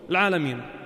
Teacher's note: يا وقبل ميم مكسورة، العالمين. هول بنمدهم حركتين بس، المد الطبيعي بنمده حركتين